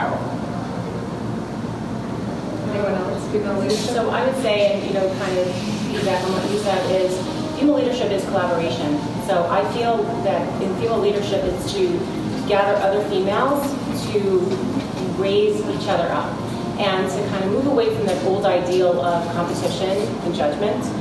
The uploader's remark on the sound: Recorded Live From Athleta NYC. Today on the podcast is a recording of a recent live event called Unstoppable: A Women’s Conversation. Please excuse the background noise.